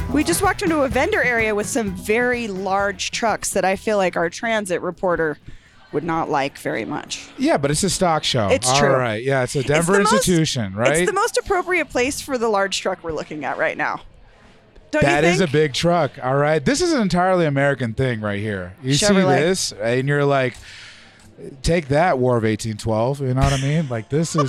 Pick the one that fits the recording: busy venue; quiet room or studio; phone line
busy venue